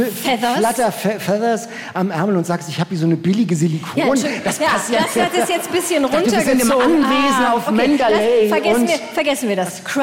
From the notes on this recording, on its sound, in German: Federblazer, Toaster auf der Bühne und jede Menge Bücher – der Podcast diesmal live vom Harbourfront Literaturfestival.